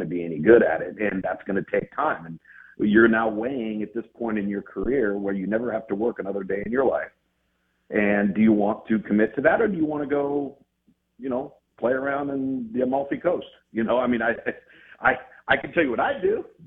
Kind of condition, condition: link, phone line